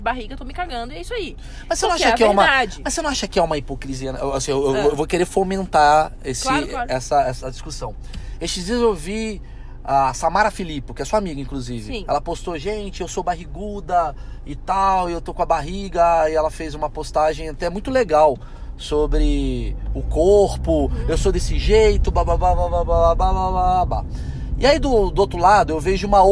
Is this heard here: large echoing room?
no